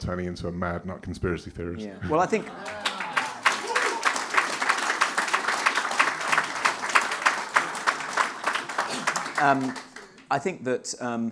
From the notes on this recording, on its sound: Weekly Sceptic Live 2. We had an amazing sold out show at Lola’s, at the Hippodrome in Leicester Square (the audio doesn’t capture the largeness of the crowd, but trust us, they were there, and they loved it). An audience Q & A, and loads more, in what was a hilarious and very special live show.